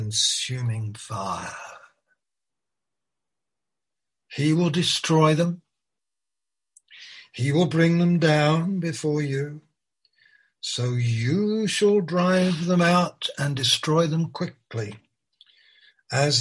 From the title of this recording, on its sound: Malaysia Meets (Zoom)